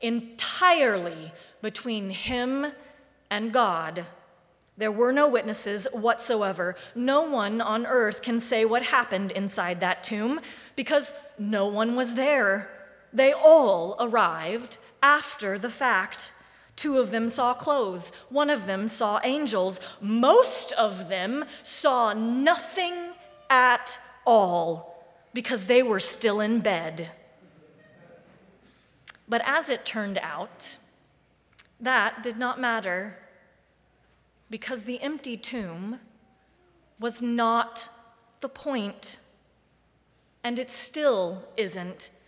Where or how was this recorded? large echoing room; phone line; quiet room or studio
large echoing room